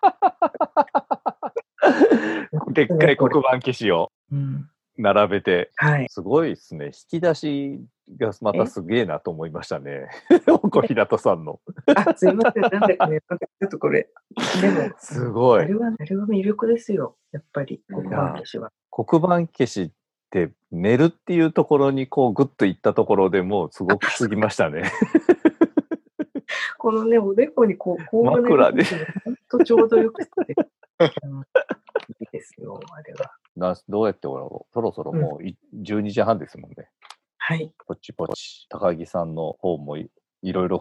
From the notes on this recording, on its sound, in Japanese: 緊急事態宣言中に。収録環境のため音飛びすることがあります。すみません。IPhone。